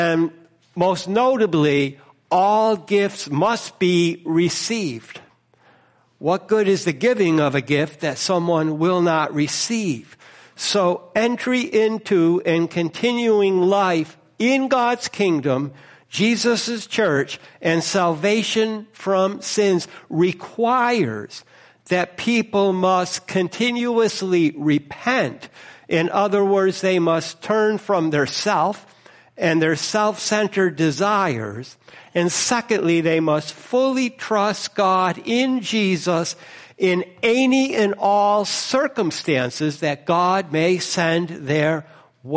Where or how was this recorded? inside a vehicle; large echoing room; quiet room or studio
large echoing room